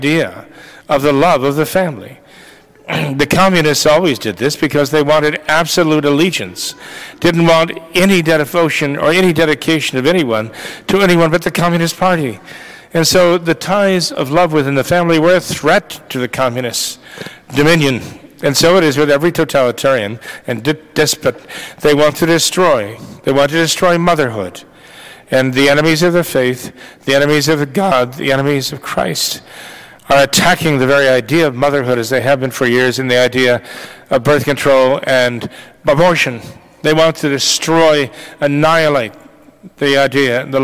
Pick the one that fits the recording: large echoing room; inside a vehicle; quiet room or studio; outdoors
large echoing room